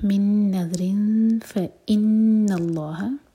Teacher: نون پر شدہ، نون پر غنہ، اور لام جلالہ ہیوی، اور جب لام جلالہ کو ہیوی کریں تو ہا اس کے بعد جو ہے اس کو لائٹ رکھیں.